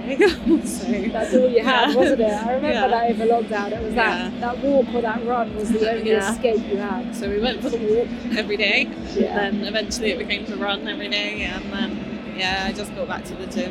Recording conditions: busy venue